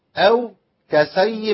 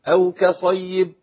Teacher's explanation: لا نخلي الصاد سين عشان الكاف المرققة · Shown in: second take